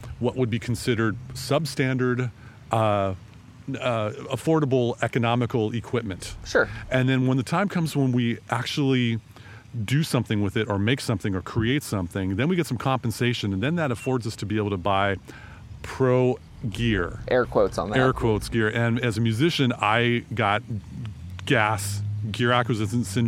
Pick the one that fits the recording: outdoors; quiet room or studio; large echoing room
outdoors